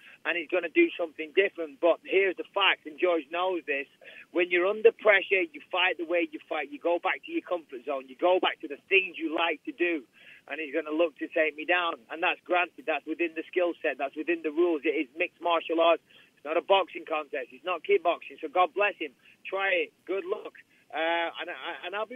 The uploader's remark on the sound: UFC 217 Conference Call